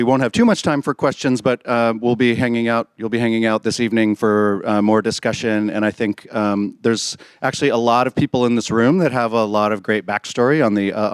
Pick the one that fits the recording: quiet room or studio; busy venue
busy venue